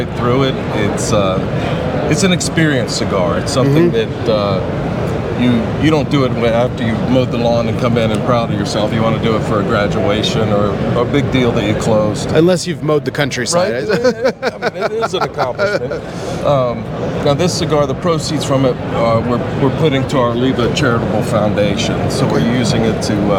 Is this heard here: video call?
no